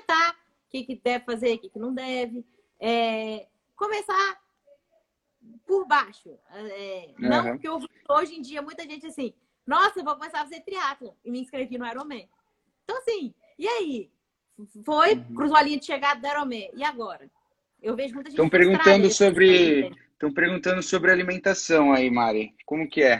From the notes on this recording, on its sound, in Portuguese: em uma live, que rolou em nosso Instagram no dia 26/05 durante a quarentena